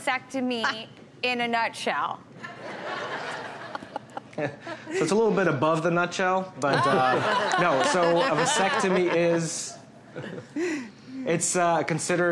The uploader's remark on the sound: Taking audience questions about male contraception.